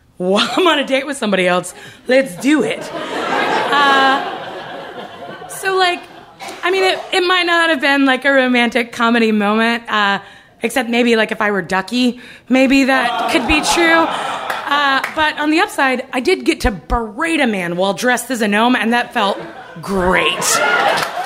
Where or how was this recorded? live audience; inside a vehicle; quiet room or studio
live audience